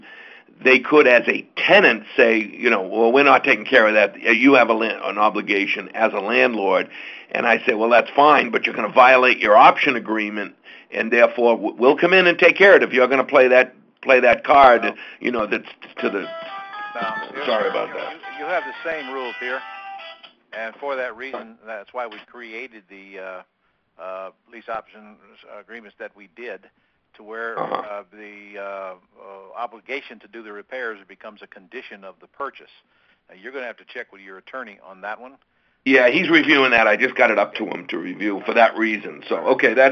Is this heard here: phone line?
yes